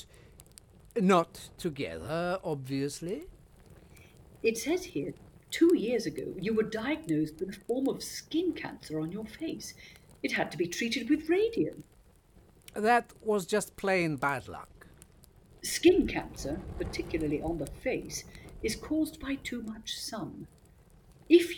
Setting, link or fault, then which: fault, poor sound quality